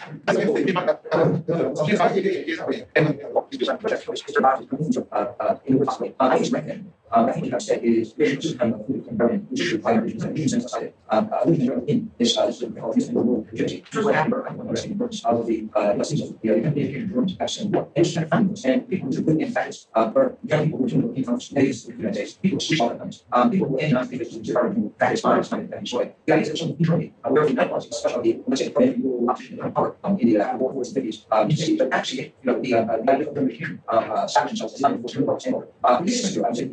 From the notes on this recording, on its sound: Original Youtube (low quality audio).